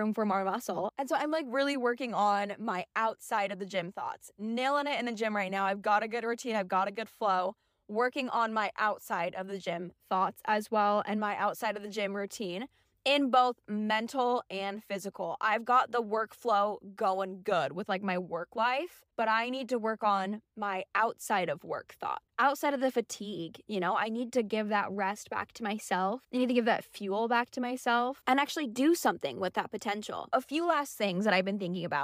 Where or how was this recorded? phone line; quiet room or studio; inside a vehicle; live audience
inside a vehicle